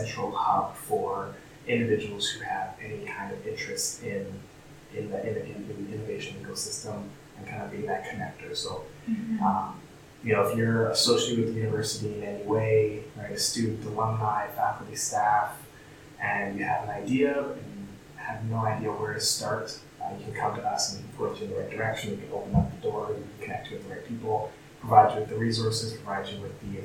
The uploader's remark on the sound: Background noise